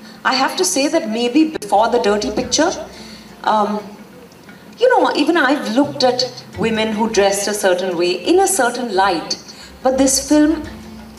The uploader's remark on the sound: In Conversation session | IFFI 2023